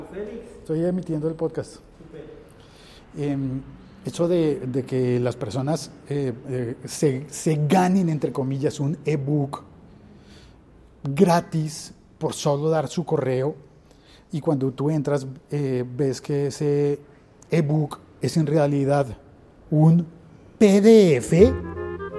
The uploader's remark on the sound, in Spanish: Este episodio fue grabado en vivo desde el Gimnasio Moderno de Bogotá.